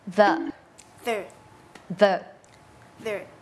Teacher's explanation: เส้นเสียงของเราเนี่ยมันจะสั่นแต่วางปากเนี่ยมีคล้ายกันมากๆเลยค่ะคือวางที่เดิมเลยคือลิ้นอยู่ระหว่างฟันบนกับฟันล่าง · Term: voiced